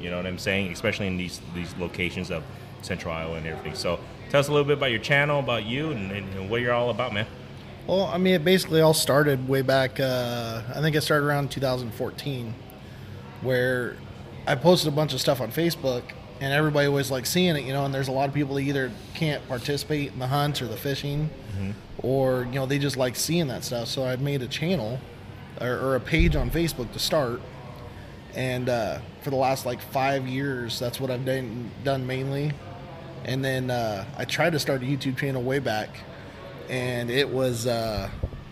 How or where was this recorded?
busy venue